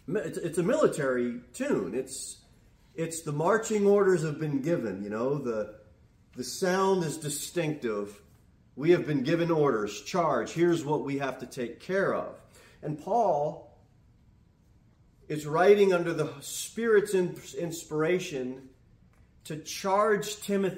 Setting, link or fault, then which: setting, large echoing room